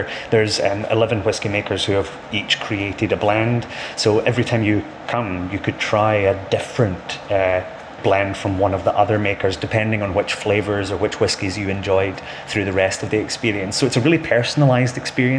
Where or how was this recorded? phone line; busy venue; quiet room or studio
busy venue